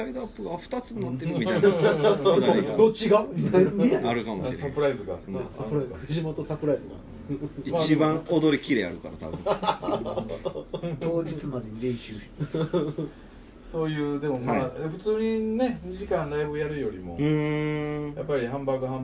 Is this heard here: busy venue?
yes